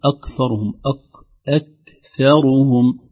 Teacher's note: بل أكثرهم، كلمة أكثرهم فيها عدة تنبيهات، ترقيق الهمزة، ترقيق الكاف، خوفا نقول أكثرهم، أكثرهم ترقيق الهمزة والكاف والثاء، ثم ضم الراء وليس أكثرهم بضم الراء هكذا.